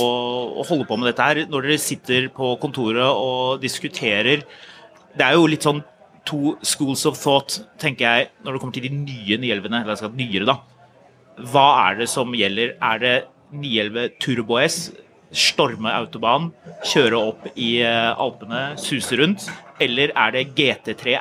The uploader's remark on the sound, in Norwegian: Vi tar turen til Porsche Festival 2023 og lager live podcast fra Rudskogen med 10.000 besøkende. Med oss i paddock.